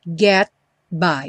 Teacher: Get by. O T aí do get, típico de consoante oclusiva. Não tem som, não fala get.